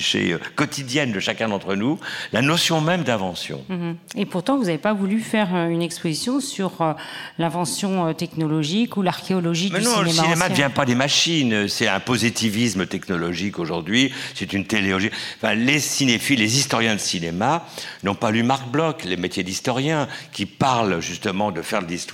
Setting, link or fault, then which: setting, live audience